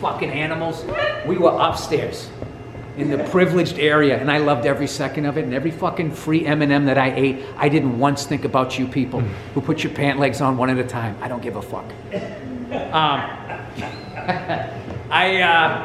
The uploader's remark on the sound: Live at the Troubadour